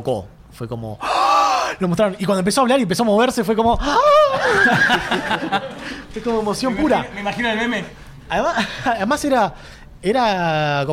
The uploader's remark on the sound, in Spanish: ¿Y qué ocurre cuando se graba un podcast sobre este film frente a una audiencia de decenas de personas, todas ávidas por opinar? Episodio grabado en vivo, in the flesh, en la #LunfaBlockParty.